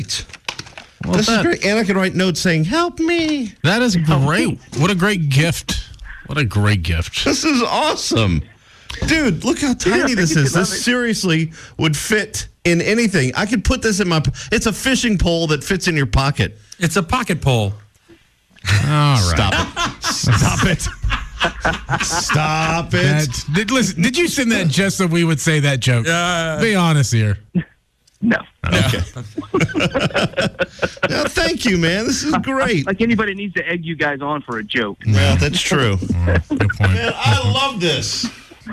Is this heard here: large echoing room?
no